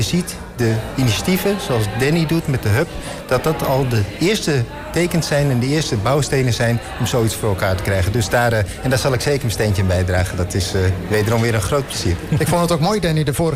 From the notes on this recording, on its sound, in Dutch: Een van de events op de Floriade Expo-terrein vond plaats op 6 oktober: het Floriade Hub Café. Een live-radioprogramma vanuit de Green Innovation Hub in The Natural Pavilion met muziek en aansprekende gasten uit de wereld van tech en innovatie.